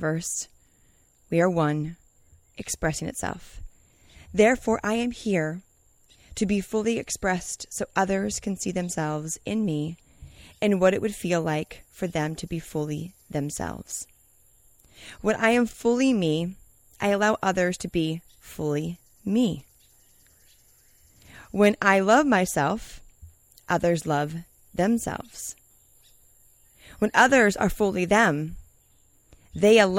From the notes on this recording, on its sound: Today’s message I’m recording during my morning routine, journaling under the sun, in Costa Rica.